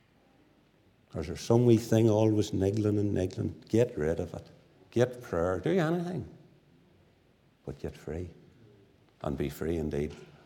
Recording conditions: large echoing room